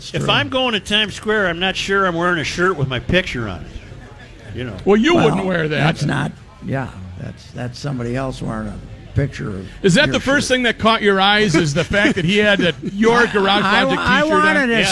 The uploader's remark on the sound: Live at the Fair. Final State Fair Show.